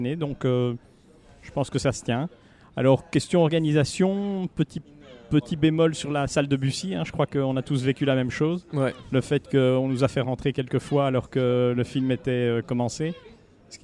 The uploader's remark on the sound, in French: Cette année, on fait le récapitulatif du Festival de Cannes depuis la terrasse du Grand-Palais.